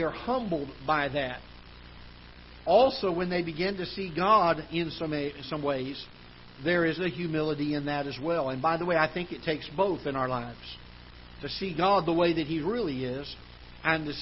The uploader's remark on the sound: Ketha Heights Baptist Church ~ Live Broadcast